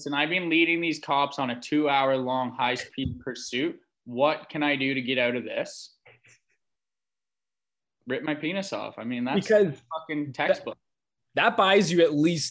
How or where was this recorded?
video call